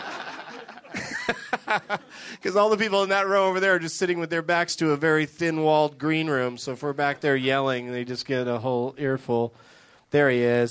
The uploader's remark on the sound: Live from the Improv in Washington, DC